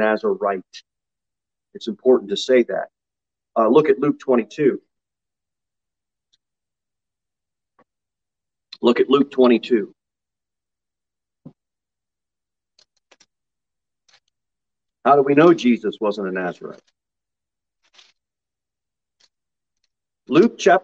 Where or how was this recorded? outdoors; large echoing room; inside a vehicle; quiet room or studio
large echoing room